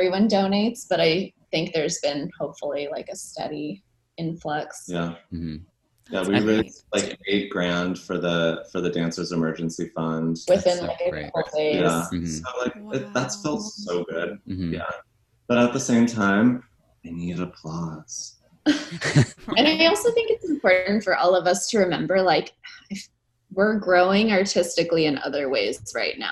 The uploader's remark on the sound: Recorded as a part of the 2020 Vail Dance Festival: Digital Edition. Our Zoom chat.